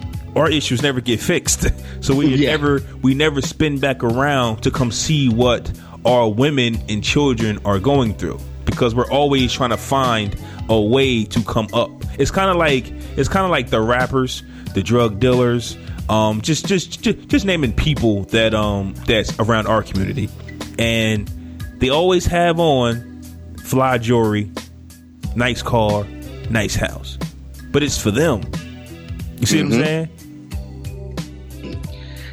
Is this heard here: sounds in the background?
no